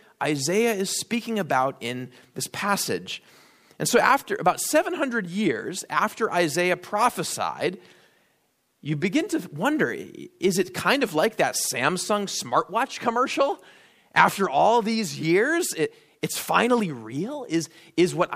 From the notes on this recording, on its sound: at Immanuel Lutheran Church in Pasadena, CA